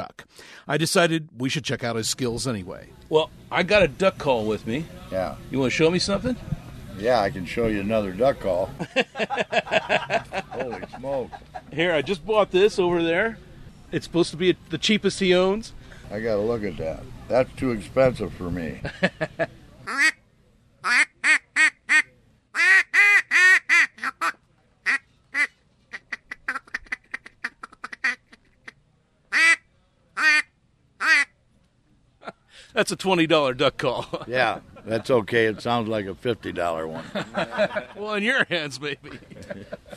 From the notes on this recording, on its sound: You can hear a flock of geese calling, but there’s not a single goose. It’s a bunch of humans, warming up for the goose call contest at the 72nd annual Pointe Mouillee Waterfowl Festival.